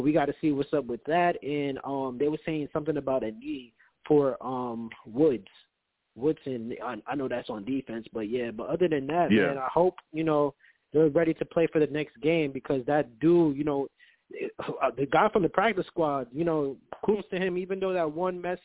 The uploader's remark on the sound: I take live callers!